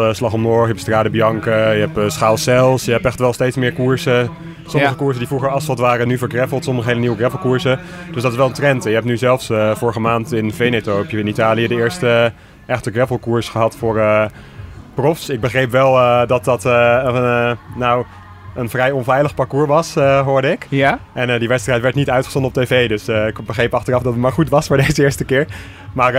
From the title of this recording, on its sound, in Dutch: Live vanuit Epe bij het eerste officiële NK Gravel